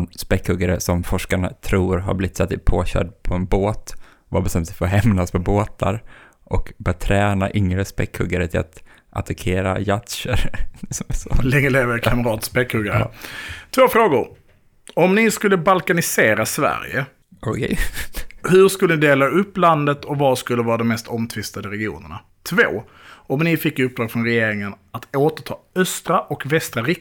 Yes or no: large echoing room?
no